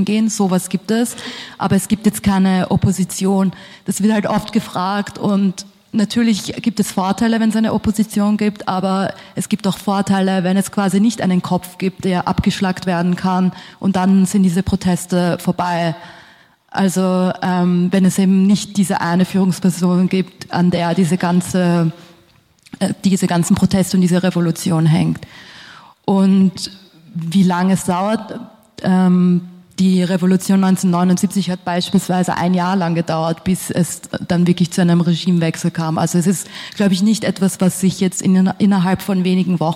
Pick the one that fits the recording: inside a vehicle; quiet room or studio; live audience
live audience